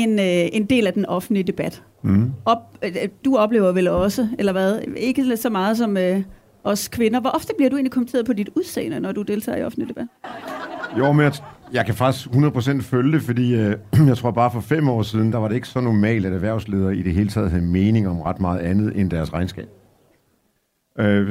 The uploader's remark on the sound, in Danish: Vi er live med den fine, københavnske salon fra Folkemødet.